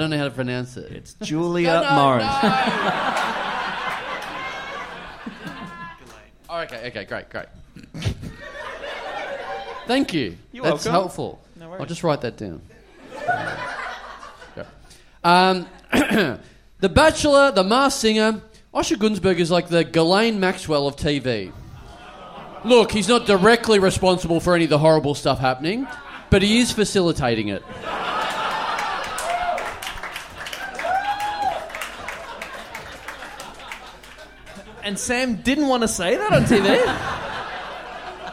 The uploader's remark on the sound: We're LIVE from Melbourne